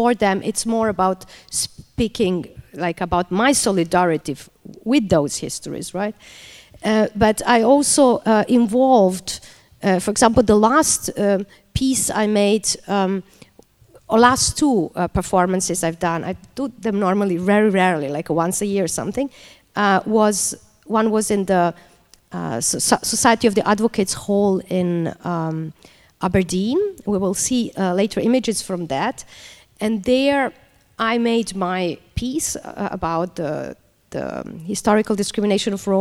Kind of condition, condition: setting, live audience